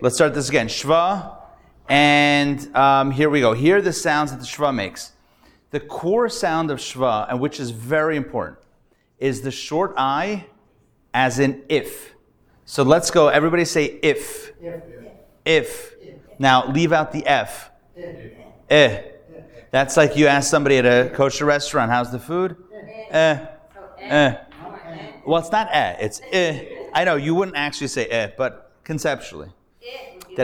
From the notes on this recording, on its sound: Recorded Live at The Torah Center ATL on Thursday, September 7, 2023.